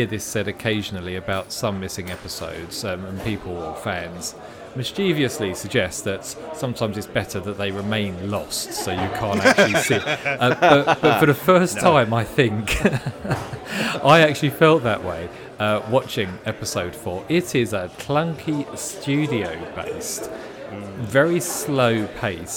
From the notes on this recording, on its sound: Live at the Riverside Studios! At The Riverside Studios in Hammersmith London, shortly after the Doctor Who Appreciation Society’s screening of An Adventure in Space and Time and The Final Test – Episode 4 of The Celestial Toymaker!